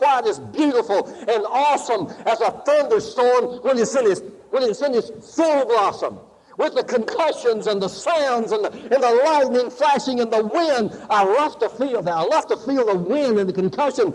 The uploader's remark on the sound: Live Service